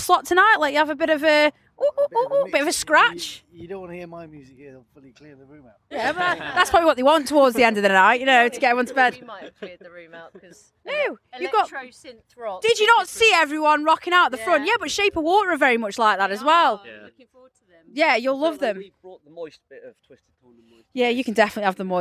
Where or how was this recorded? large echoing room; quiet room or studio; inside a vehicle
inside a vehicle